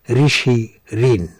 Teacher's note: অপরদিকে রি স্বরবর্ণটি বাংলায় থাকলেও তার জন্য কোনো বিশেষ উচ্চারণ নেই, এর উচ্চারণ রয়ে হ্রস্বইকার, অর্থাৎ ব্যঞ্জন বর্ণের যে র আছে সেই রয়ের সঙ্গে হ্রস্বইকার দিয়ে যে উচ্চারণ হয় রি, এই স্বরবর্ণের রিয়েরও সে একই রকম উচ্চারণ, যেমন ঋষি, ঋণ।